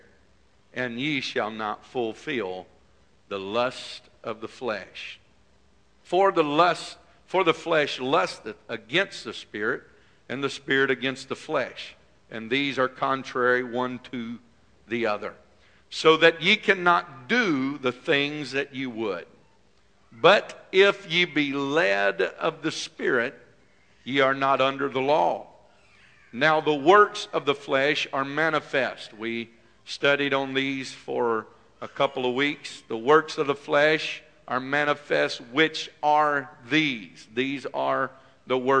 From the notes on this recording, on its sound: This message is broadcast live at First Pentecostal Church in Silsbee Texas.